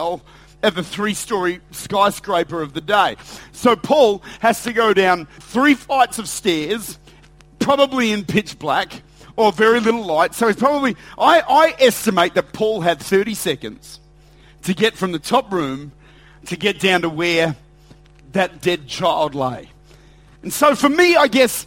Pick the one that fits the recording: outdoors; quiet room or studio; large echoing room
large echoing room